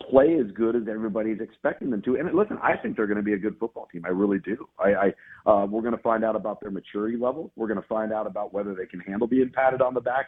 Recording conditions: phone line